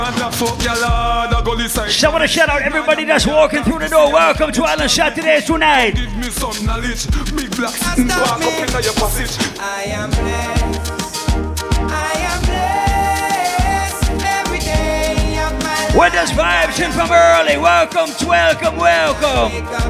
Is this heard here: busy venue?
yes